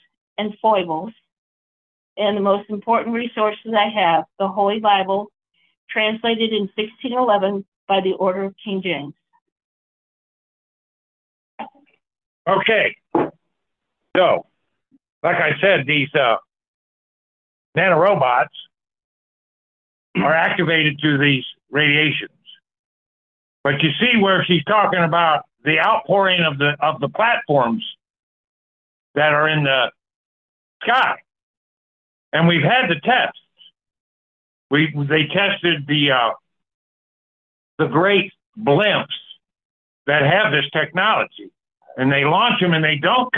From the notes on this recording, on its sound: The Sunday December 10, 2023 Call in Bible Study.